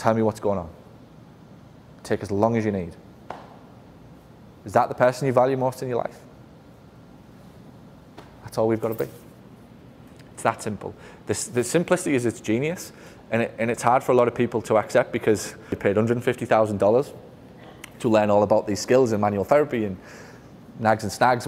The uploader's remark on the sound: a recording of a keynote I did for the incredible staff of “Fzyical Therapy Balance Centres” of Las Vegas